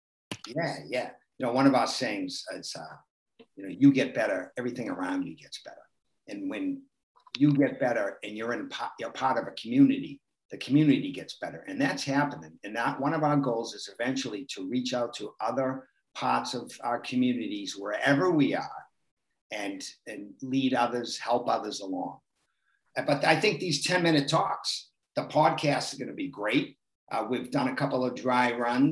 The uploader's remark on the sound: Virtual Bootcamp (zoom)